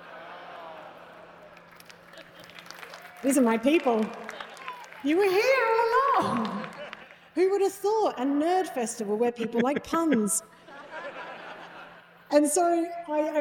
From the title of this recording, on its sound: live at Bluedot Festival